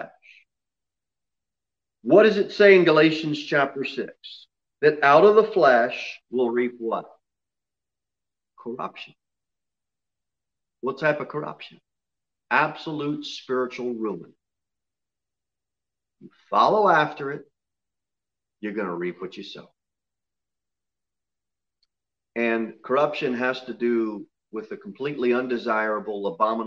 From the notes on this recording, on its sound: Sermon delivered at Pilgrim Baptist Church on Sunday, May 30, 2021, at 11:15 am. Jere Whitson Rd.